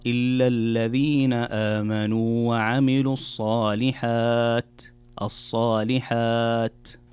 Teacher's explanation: طيب، في الآية التي بعدها قال الله تعالى إلا الذين آمنوا وعملوا الصالحات، إذا سكت لابد أن تأتي بالهمس في هذه التاء، وهي من حروف الهمس، فلما تقرأ الصالحات من الخطأ أن تقرأ وعملوا الصالحات أو وعملوا الصالحات. في الصالحات الوقوف على حرف التاء يكون بهمس وليس بقلقلة أو بإطباق التاء فتختفي كأنها تختفي تماما، فتقرأ إلا الذين آمنوا وعملوا الصالحات.